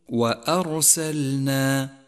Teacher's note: ثم لاحظ من نفس الكلمة كيف جاءت اللام ساكنة وبعدها حرف النون، حاذر في هذا الموضع ومثله أن تسقط اللام من اللفظ لأنها تميل إلى مخرج النون، أي هكذا أرسلنا، وهذا خطأ شائع، صوابه أن تقول وأرسلنا.